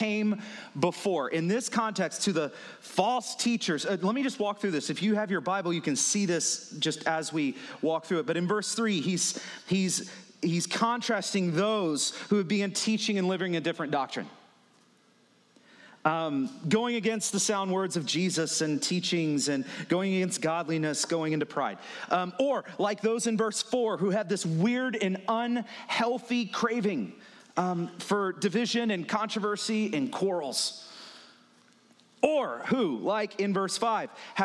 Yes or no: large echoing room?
yes